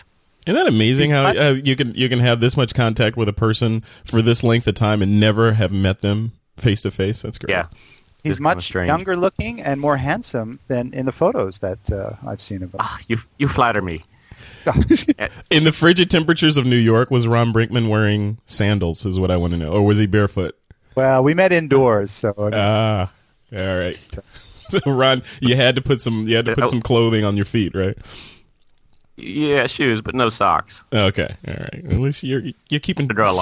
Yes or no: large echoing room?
no